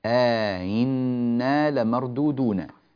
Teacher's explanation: فهنا كلمة آهنا بما يسمى بالإدخال، يعني ندخل بين الهمزتين ألفا ونسهل الهمزة الثانية